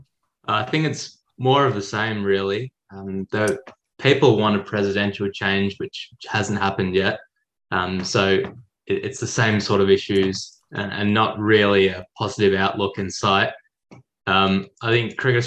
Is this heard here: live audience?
no